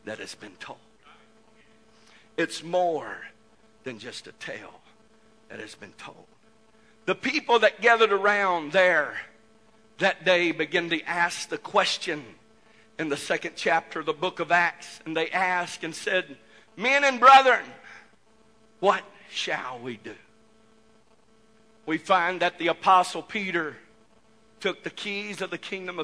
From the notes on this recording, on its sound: This message was broadcast live from the First Pentecostal Church of Silsbee Texas